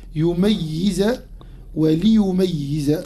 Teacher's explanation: بضم الياء الأولى وفتح الميم وكسر الياء الثانية وتشديدها